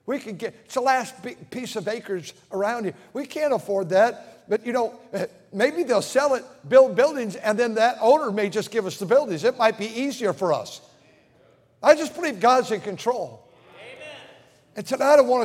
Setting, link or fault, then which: setting, large echoing room